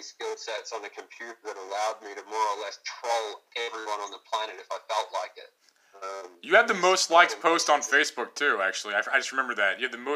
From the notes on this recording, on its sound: Please excuse audio quality